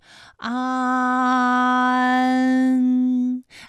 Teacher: 腭上升，关闭鼻腔通路啊。那我们从前啊开始，舌面升高，舌面的前部抵住硬腭的前部，当两者将要接触的时候，软腭下降，打开鼻腔通路，紧接着舌面前部与硬腭的前部闭合